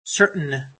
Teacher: Instead of pronouncing this T, I would create a stop, an instantaneous stop. · Term: glottal stop